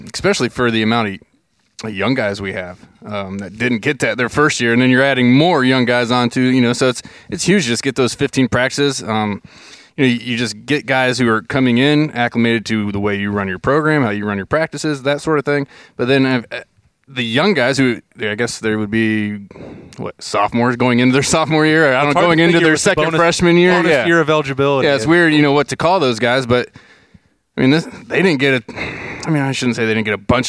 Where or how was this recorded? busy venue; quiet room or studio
busy venue